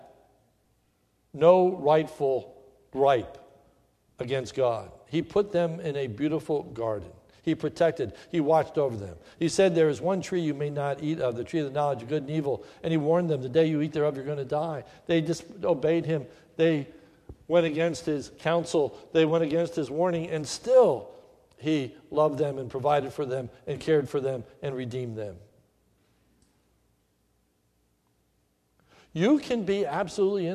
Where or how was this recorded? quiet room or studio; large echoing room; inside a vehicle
large echoing room